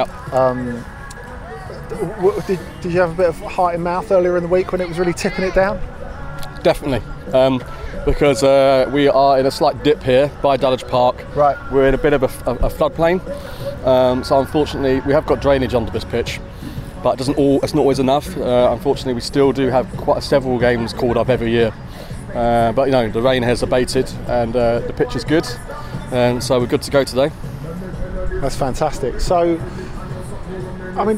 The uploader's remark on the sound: At The Match: Peckham Town 5-0 Stansfeld. With the ongoing pandemic resulting in hundreds of football games being played out in empty stadiums, finding a suitable venue for the return of At The Match has proved a bit trickier than usual. Packed the microphones onto the P4 bus and headed to Peckham Town FC!